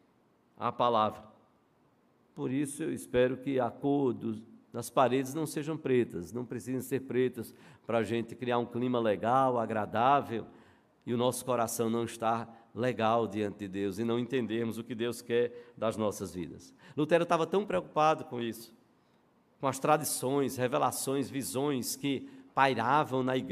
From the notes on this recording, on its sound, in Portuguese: no culto presencial e transmitido ao vivo